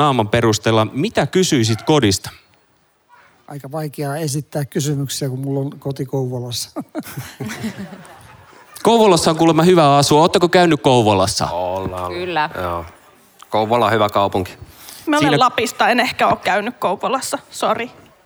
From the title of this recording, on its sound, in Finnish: äänitys liveyleisön edessä Kansanlähetyspäivillä 2022